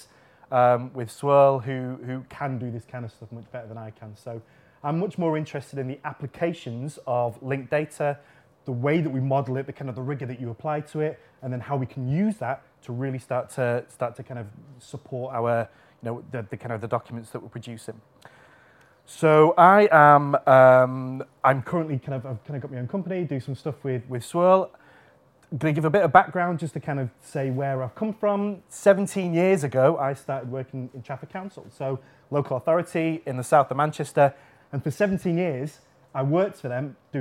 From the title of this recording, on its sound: Friday Lunchtime Lecture